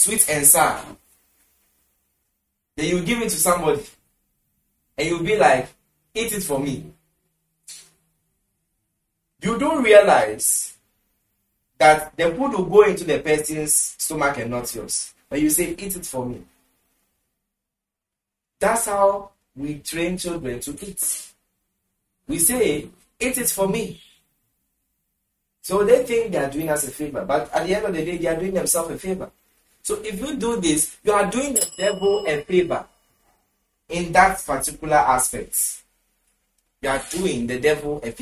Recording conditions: large echoing room